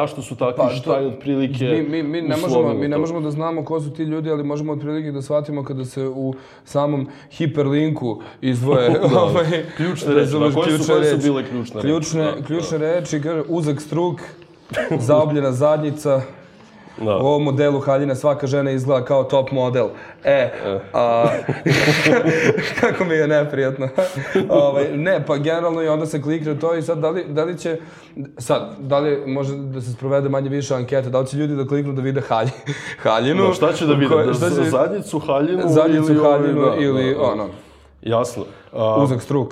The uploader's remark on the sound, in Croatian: Ova epizoda je izvedena uživo u galeriji YIHR u okviru HFestivala.